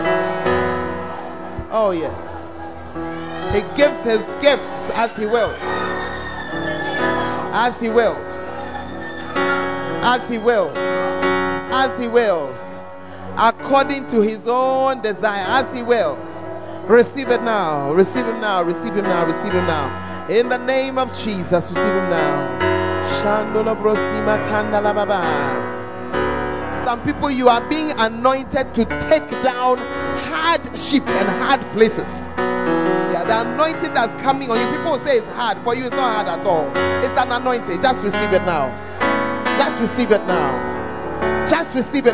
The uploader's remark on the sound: Preached At The 100s and 200s Camp